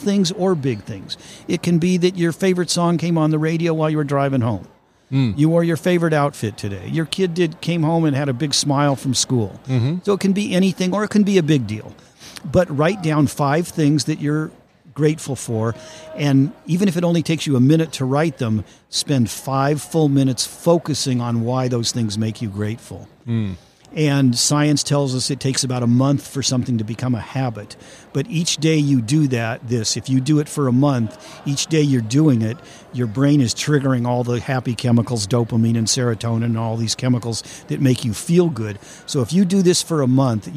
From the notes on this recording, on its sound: LIVE at the Business RadioX® remote at SOAHR 2023